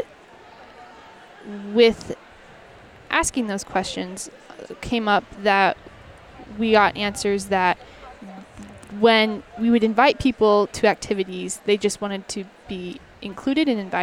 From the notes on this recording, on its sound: Live from LWML National Convention. Live from the LWML National Convention in Lexington, Kentucky.